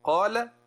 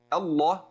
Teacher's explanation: قال هذه لام مرققة، الله مغلظة، تجد اللسان تقعر هكذا